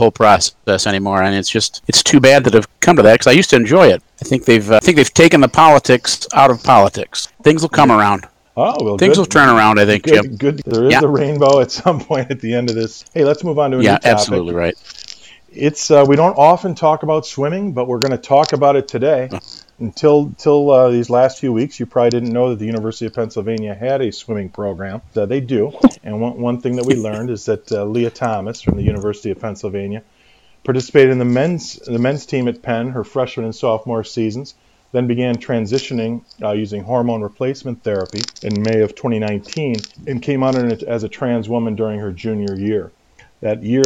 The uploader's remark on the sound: Apologies for the sound level differences and intermittent crackle